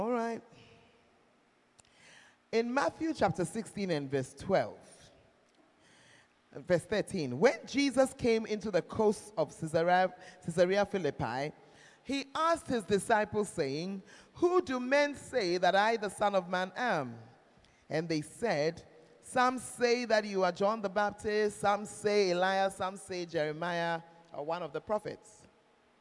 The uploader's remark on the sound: Preached At The 12 Foundations Of The Bacenta Camp